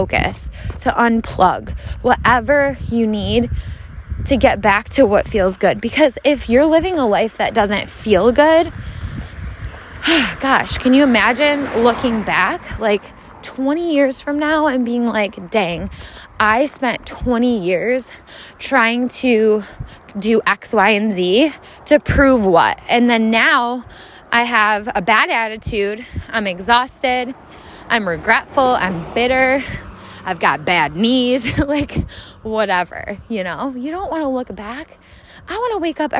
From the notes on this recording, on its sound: Let’s Walk. Take a walk with me, hear the sounds of nature.